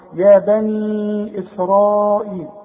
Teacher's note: ومد أربع حركات عند الوصل علشان بعدها همزة إذا وقفت تقول يا بني بس إذا وصلت يا بني إسرائيل